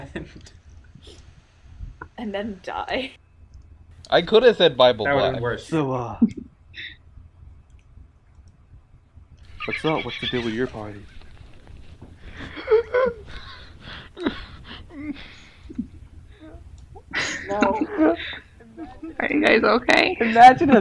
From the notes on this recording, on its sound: We recorded this at 1 AM and somehow the cursed time double cursed our audio.